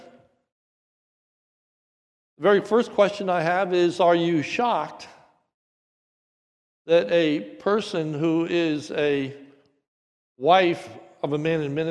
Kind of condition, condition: setting, large echoing room